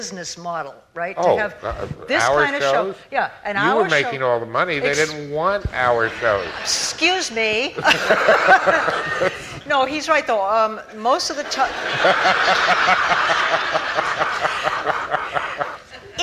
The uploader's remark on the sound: moderates an audience question and answer session